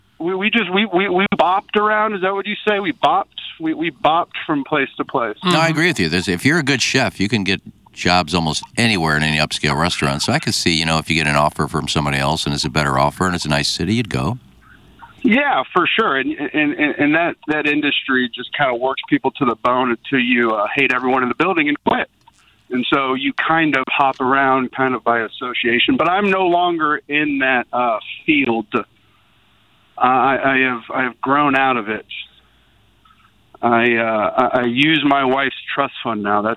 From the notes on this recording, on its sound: Today will be a phone call Thursday.